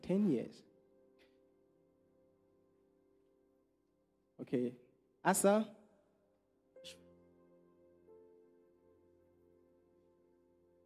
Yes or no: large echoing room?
yes